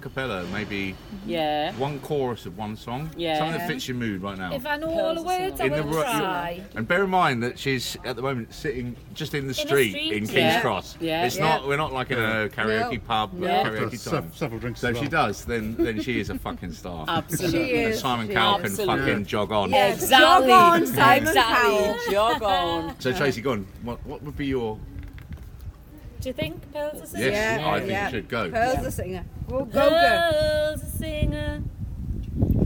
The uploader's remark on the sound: A spontaneous Dragcast episode from McGlynn's in Kings Cross